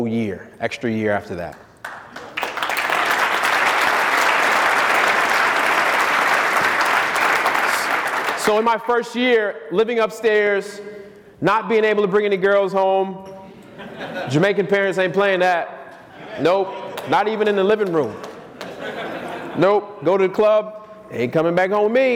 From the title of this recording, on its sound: Keynote speech at Wholesaling Summit 2018